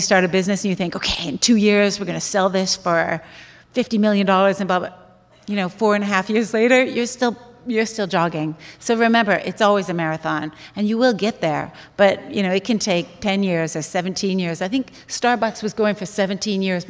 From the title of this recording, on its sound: Live From The HIBT Summit